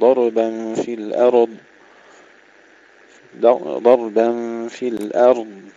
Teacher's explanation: نحافظ على سكون الراء بدون قلقلة